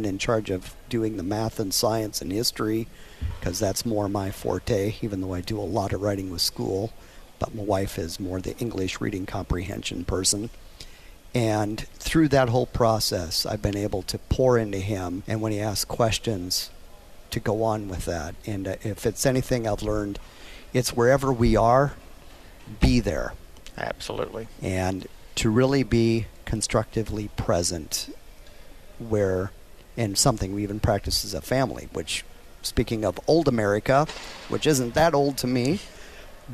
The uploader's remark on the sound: Live from the Man Up Confrence Fort Mill SC